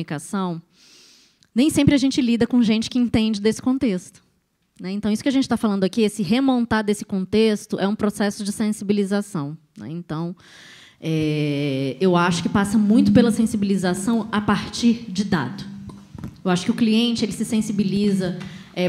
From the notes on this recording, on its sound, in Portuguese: Foi gravado direto do World Creativity Day em Brasília (DF). Apresenta painel no maior festival colaborativo de criatividade do mundo.